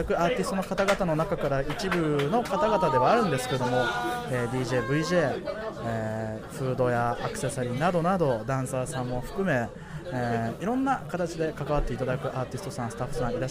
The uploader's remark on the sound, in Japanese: 公開収録しています